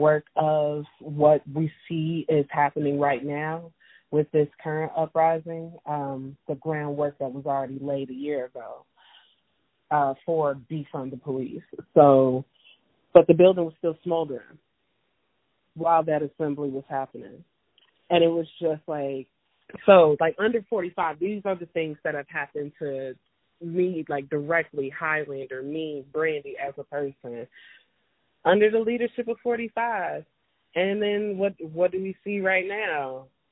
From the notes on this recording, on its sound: talk via telephone